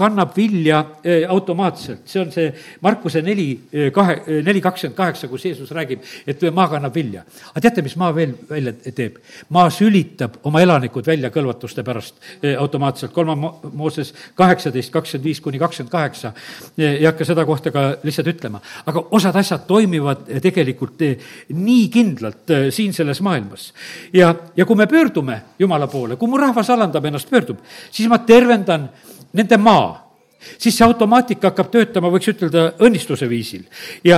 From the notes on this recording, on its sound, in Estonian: Audio salvestus koosolekult